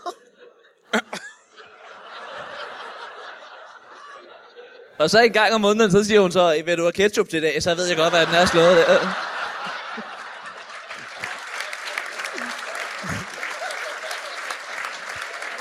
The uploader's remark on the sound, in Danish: LIVE fra Vejle Musikteater